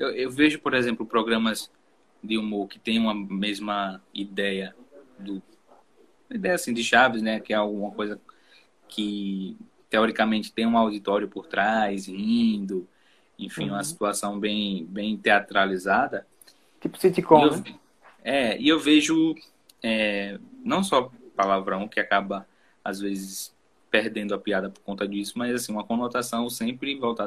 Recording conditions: video call